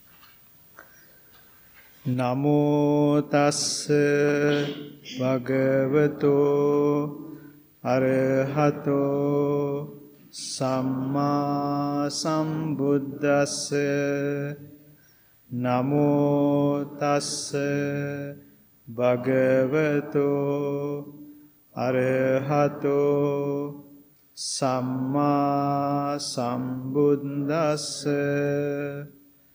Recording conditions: large echoing room